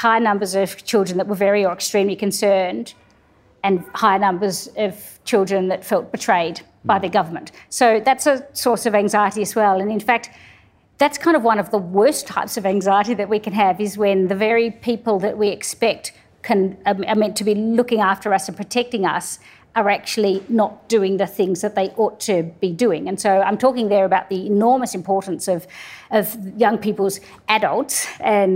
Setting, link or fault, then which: setting, live audience